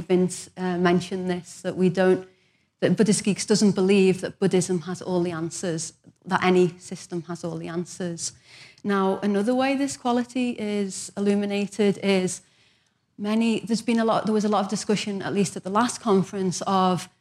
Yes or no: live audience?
yes